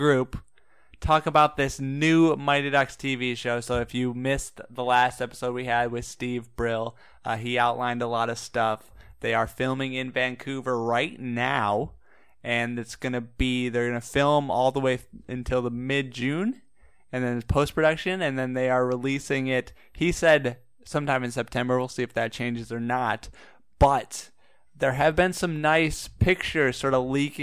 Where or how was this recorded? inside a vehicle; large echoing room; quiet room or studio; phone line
quiet room or studio